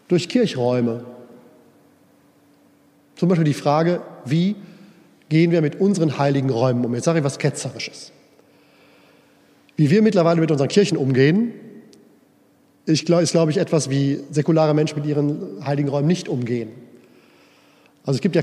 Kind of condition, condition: setting, large echoing room